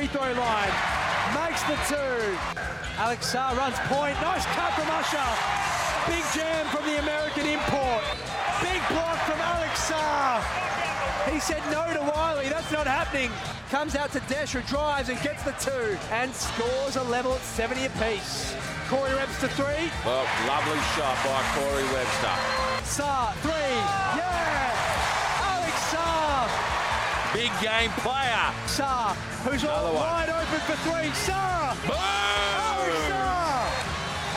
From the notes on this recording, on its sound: LIVE from the RAC Arena.